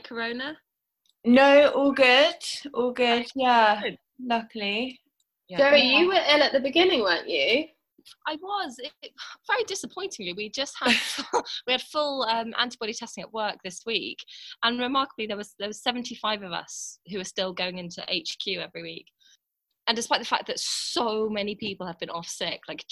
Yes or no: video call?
yes